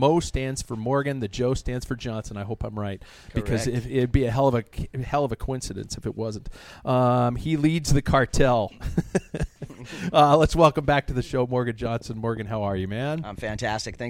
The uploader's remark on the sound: On location at MOJO Cyclery in Spokane Valley, WA